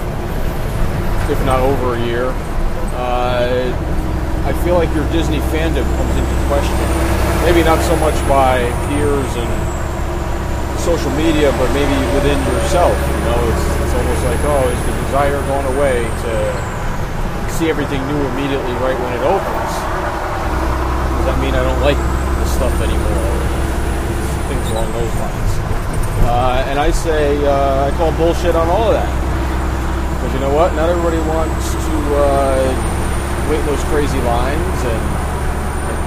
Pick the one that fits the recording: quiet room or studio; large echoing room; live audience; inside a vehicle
inside a vehicle